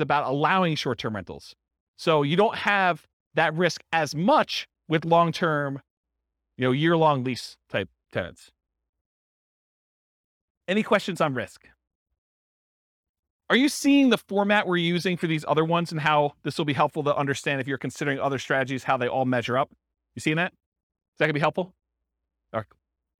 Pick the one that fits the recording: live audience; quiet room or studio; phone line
live audience